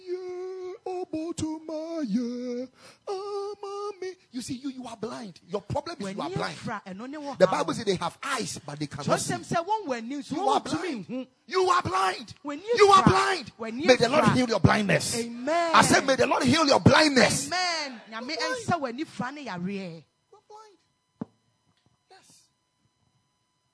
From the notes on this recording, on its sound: Preached at the Royal Service.